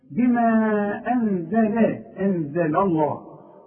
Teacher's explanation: اللام هنا مرققه، اللام بتاع لفظ الجلاله هي المفخمه